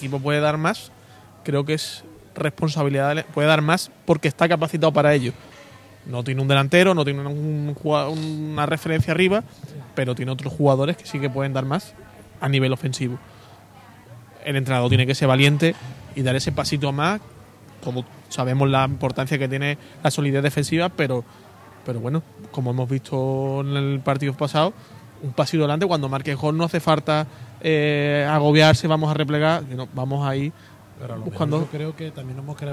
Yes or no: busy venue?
yes